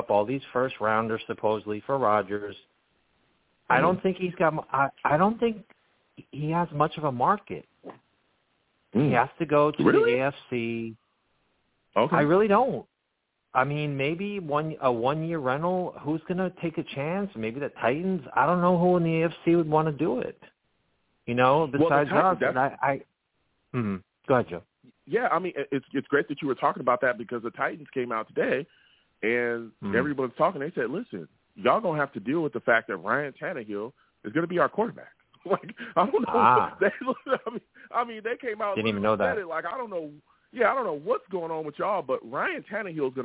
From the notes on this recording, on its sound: Live at 7pm eastern. I take live callers!